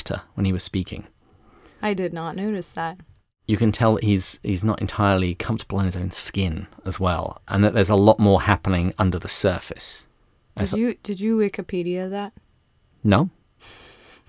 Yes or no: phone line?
no